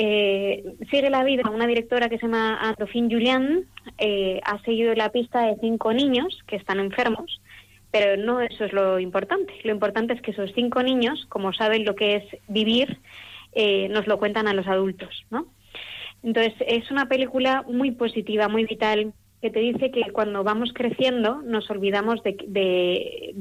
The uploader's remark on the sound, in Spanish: la entrada por teléfono